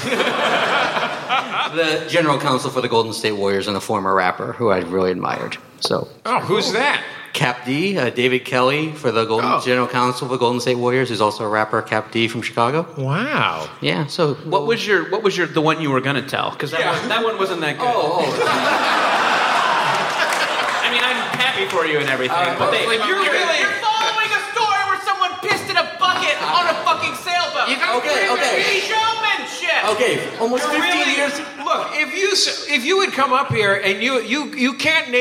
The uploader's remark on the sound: Live from SF Sketchfest. Live on stage at the Swedish American Music Hall as part of San Francisco Sketchfest 2017.